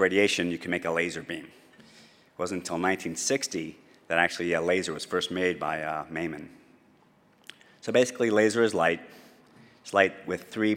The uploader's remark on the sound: This was audio was recorded at the 2012 Fall conference in Las Vegas